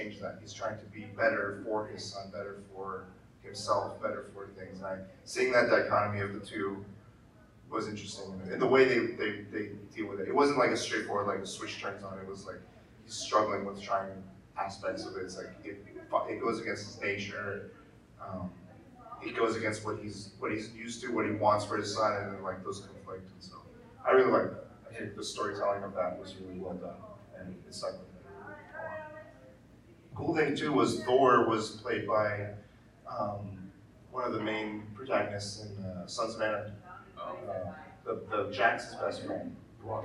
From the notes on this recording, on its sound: LA Comic Con 2022. We delivered and gave a crazy panel with a WILD audience in attendance! Audio is not as clean as regular episodes due to change of equipment at the show.